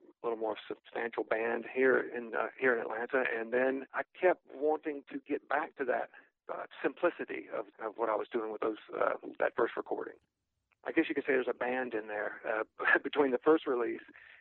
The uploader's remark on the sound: speaks on the phone